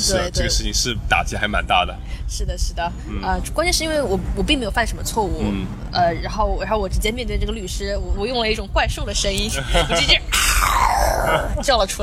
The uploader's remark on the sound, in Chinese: 户外录音，稍有杂音，多谢谅解